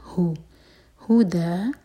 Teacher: یہ ہا سینے سے نکلتی ہے